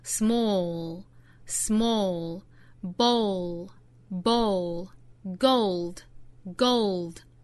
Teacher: dark l 的发音方法和 light l 是相似的，舌尖去抵上齿龈之后用喉咙发出 l 的发音，small，small，bowl，bowl，Gold, gold.很多同学会把舌侧音直接略掉发成 small, bow, gold.舌侧音直接略掉是不对的，一定要注意去摆这样的一个动作，就是舌尖去够上齿龈，然后发 l 的发音。其实这样的一个动作就是我们汉语说快乐的乐这样的一个舌位，大家只要注意在发这类词的时候记得要去摆一个快乐的乐的舌位就可以了。 Kept in a small bowlKept